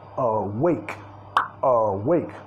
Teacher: Primera sílaba reducida, segunda enfatizada.